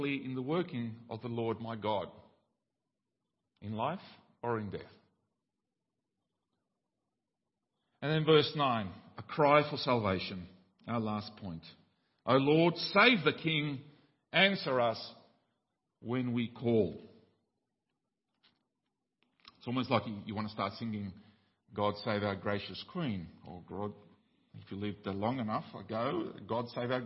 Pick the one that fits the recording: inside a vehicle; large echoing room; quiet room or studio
large echoing room